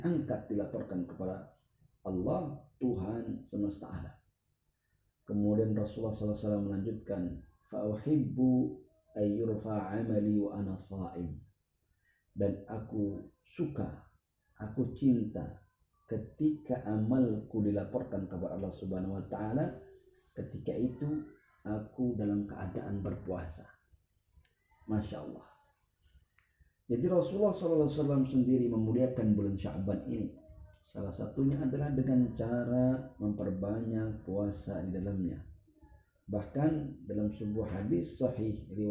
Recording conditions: phone or laptop microphone